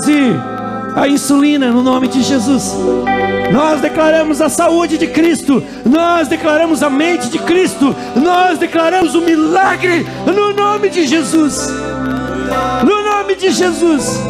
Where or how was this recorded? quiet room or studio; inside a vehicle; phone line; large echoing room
large echoing room